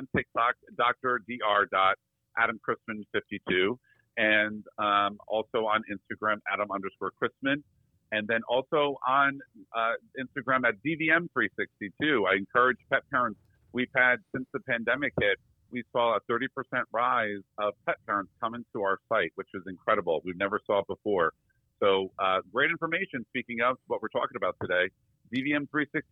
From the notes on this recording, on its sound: When you get two of the biggest personalities in the veterinary industry together on the phone